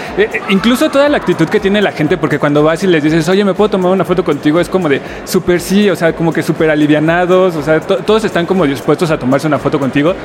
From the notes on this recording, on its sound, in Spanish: Recorrimos los pasillos de la AniMole 2023 y les grabamos un episodio desde la cabina de Sonoro. Recorrimos los pasillos de la AniMole 2023 y les grabamos un episodio desde la cabina de Sonoro.